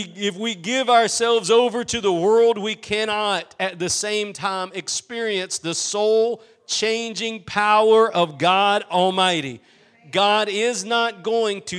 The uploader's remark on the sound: Preached at Gospel Lighthouse in Bossier City, La.